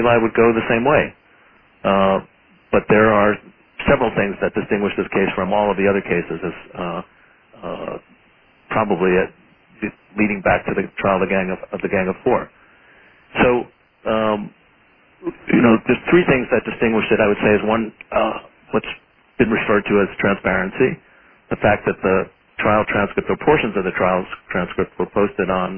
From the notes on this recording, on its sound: Conference Call.